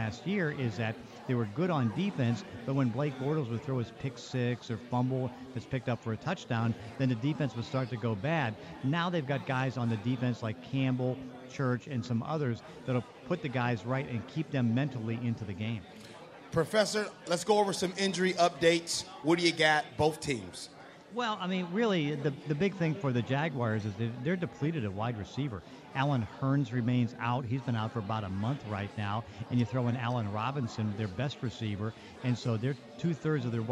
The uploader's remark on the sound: sit down live at Pearl Bar and Dining in Bellevue